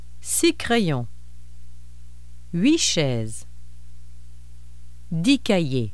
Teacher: When 6, 8, and 10 precede a noun beginning with a consonant, their final consonants become silent.